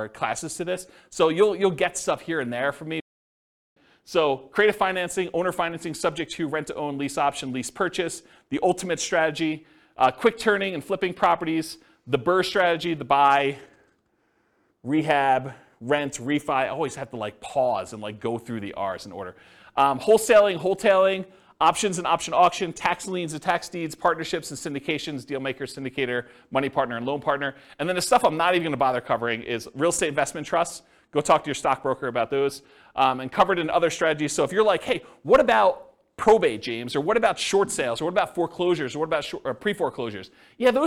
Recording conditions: live audience